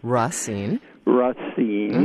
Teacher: put the emphasis on the second syllable